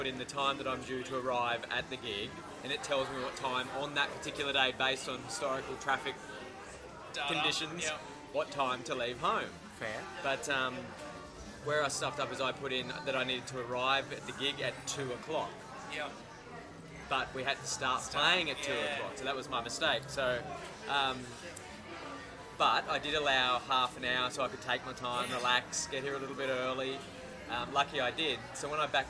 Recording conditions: busy venue